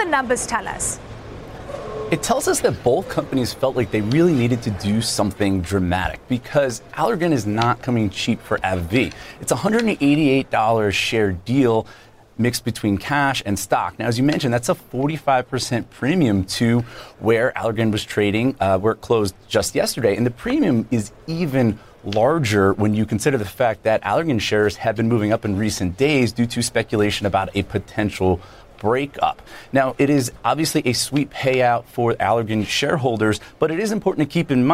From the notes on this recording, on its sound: First Move is live from the New York Stock Exchange.